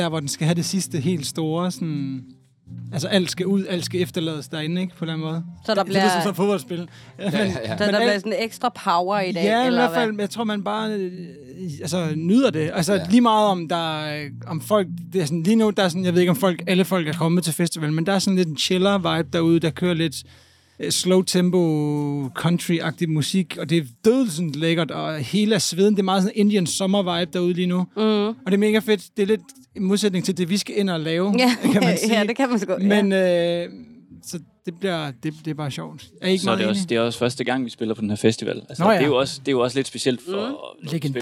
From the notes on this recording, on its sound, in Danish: Live fra Midtfynspladsen. Bassen pumper på Midtfyns pladsen og stemningen er i top. Der er autentisk festivalstemning i vores podcast-vogn.